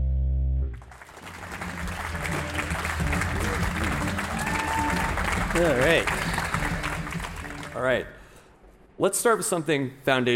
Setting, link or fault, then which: setting, busy venue